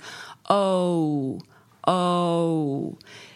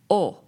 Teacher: In Italian, you would sing O. It would just be the pure O. · Shown in: second take